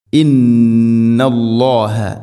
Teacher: ഇന്ന ഗുന്നയുടെ ദൈർഘ്യം രണ്ട് ഹർക്കത്തിൻ്റെ ഖദറാണ്. മഖ്റജ് ഖൈശൂം, തരിമൂക്കിൽ നിന്നാണ് ഗുന്നയുടെ ശബ്ദം.